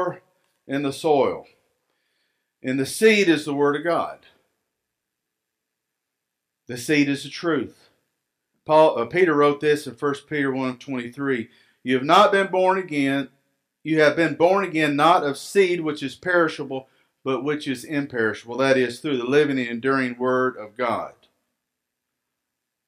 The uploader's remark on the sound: Recorded live at Freedom Fellowship Church in Tontitown, Arkansas on Sunday, March 21, 2021.